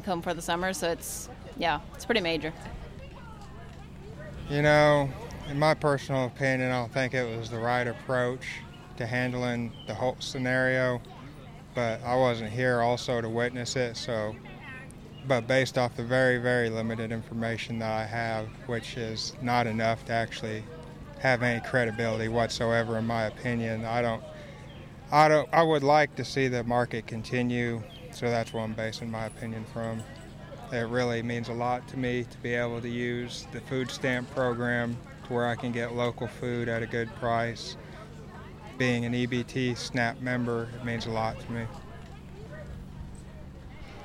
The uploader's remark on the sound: caught up with shoppers and vendors at the Tuesday farmers market in Bloomington